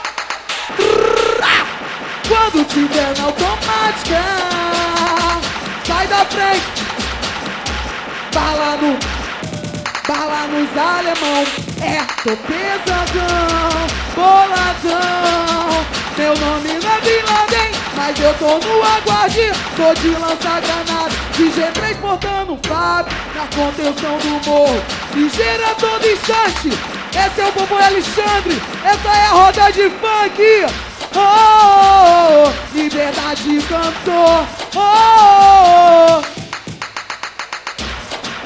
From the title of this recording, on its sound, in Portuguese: Ao Vivo Roda De Funk